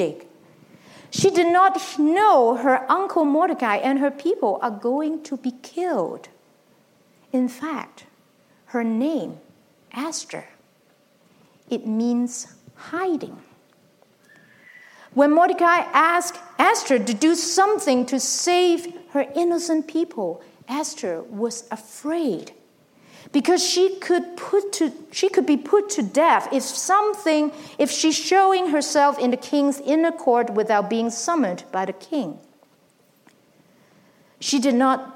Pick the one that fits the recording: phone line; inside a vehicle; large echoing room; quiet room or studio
large echoing room